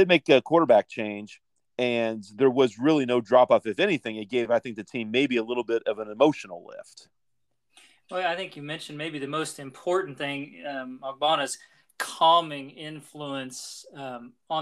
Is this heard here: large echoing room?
no